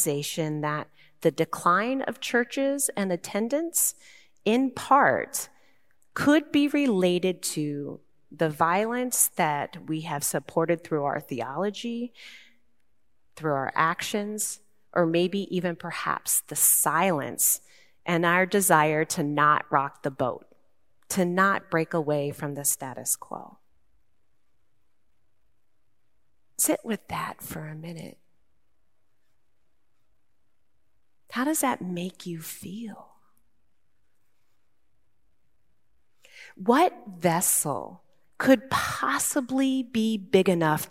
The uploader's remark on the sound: Recorded live at Beatitudes Church in Phoenix, AZ